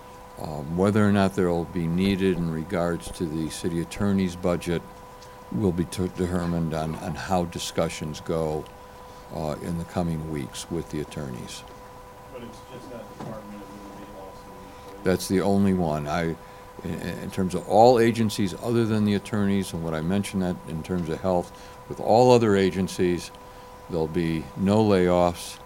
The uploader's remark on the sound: Press Conference